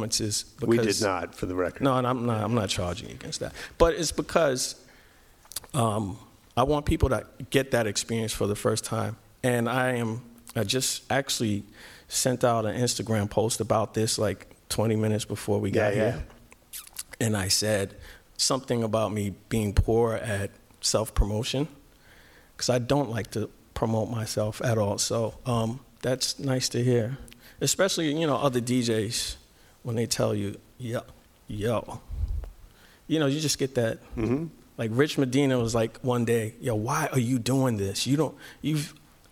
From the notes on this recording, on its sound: THREE YEAR ANNIVERSARY SPECIAL LIVE EPISODE. On stage at the LA Times Festival of Books: Newstory. This episode was filmed in front of a live audience.